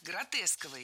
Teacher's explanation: Кстати, если мы хотим образовать от существительного «гротеск» прилагательное, то предпочтительным вариантом будет слово «гротескный» с однозначным ударением на втором слоге. Вариант «гротесковый» тоже допустим, но ударение на втором слоге сохраняется.